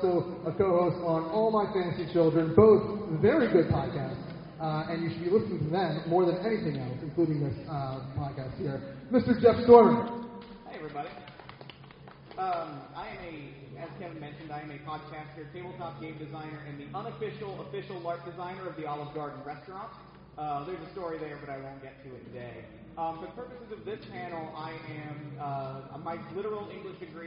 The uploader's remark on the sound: Blacklisted Podcast were honored to participate live at a weekend of panels at The Greater Philadelphia Comic Con. Sits with a panel of pop culture enthusiasts (comic book writers/artists, podcasters, comedians, wrestlers, and more).